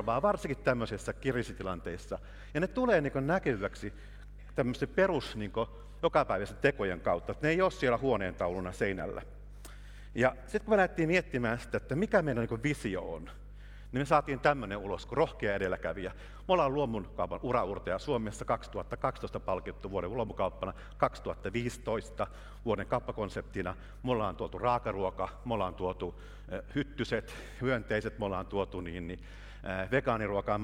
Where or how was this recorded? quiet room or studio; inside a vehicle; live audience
live audience